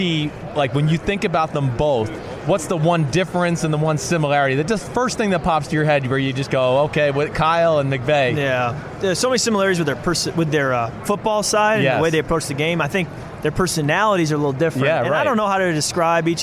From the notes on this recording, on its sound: from Radio Row